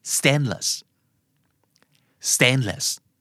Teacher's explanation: stressคำแรกคือ stainแล้ว lessออกนิดเดียวครับ